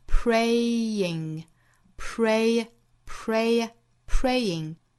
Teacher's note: 两个元音在单词内部相遇了，要有一个小小的 y 的音来连贯两个元音